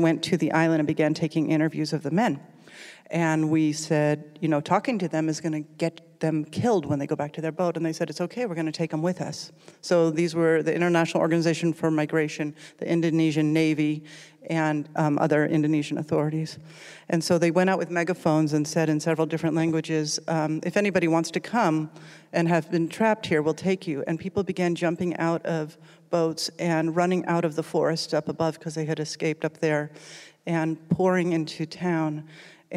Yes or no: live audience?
yes